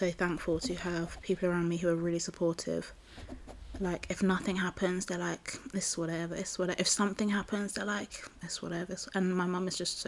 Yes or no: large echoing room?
no